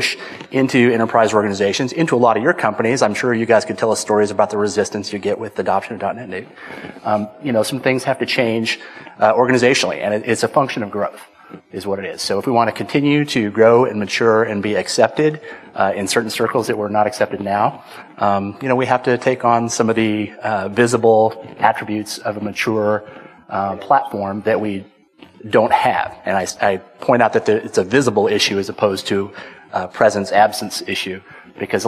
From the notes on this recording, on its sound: Interview members of the Dot Net Nuke corporation and their partners in front of a live audience at the Connections conference in Las Vegas November, 2007.